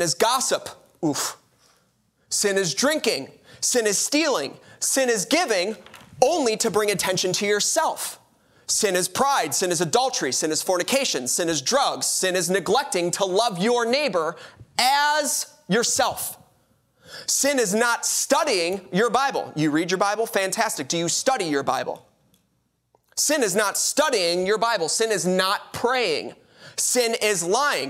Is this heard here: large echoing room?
yes